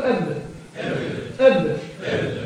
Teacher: ان الباء هو من بطن الشفه السفلى على بطن الشفه العليا